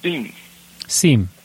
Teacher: You don't sound the M very much